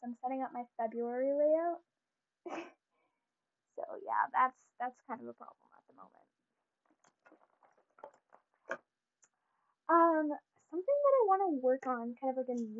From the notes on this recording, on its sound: You will most likely hear a lot of background noise due to the mix I’m using today! I realized that the audio for today’s episode was pretty horrible!